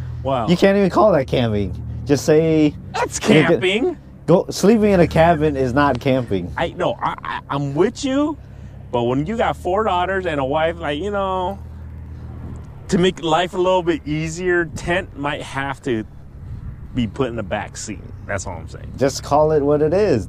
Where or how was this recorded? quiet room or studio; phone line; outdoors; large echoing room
outdoors